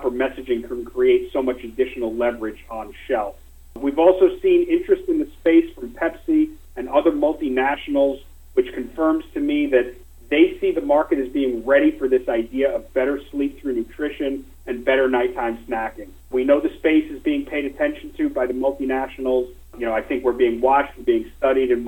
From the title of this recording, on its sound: Nightfood Investor Conference Call for October 28, 2020 (NGTF)